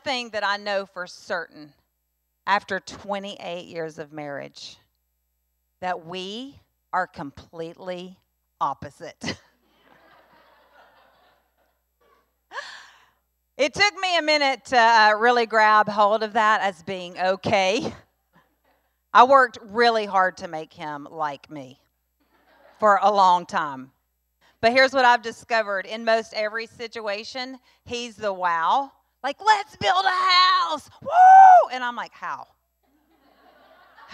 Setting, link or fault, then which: setting, large echoing room